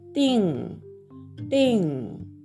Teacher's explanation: 第4声、上から下に急降下する音になります